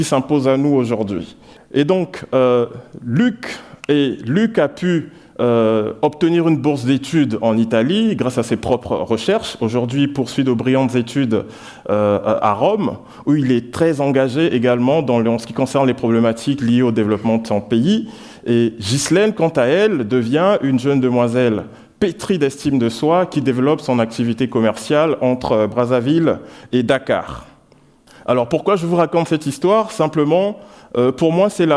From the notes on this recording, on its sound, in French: Sur le main stage de Paris Talks en Mars 2023. Ce talk a été enrégistré lors de d'édition 2023 du festival d'idées Paris Talks à la bibliothèque Nationale de France à Paris.